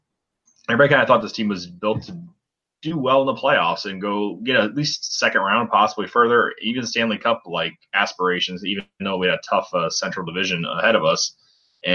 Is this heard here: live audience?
no